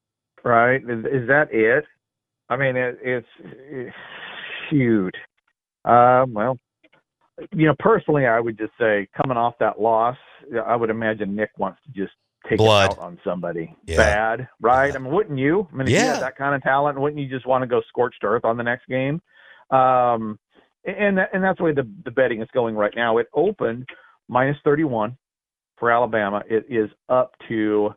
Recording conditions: phone line